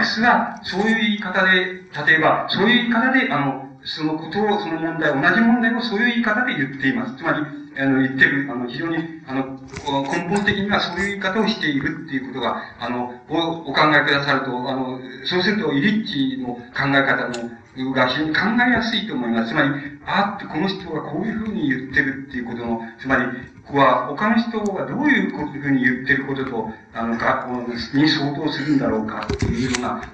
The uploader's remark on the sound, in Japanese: 音質：。場所：四谷公会堂。いま、性と労働を問う のシンポジウムでの講演。パネルディスカッションを収録。テープチェンジのため音が欠ける。音質はあまりよくない。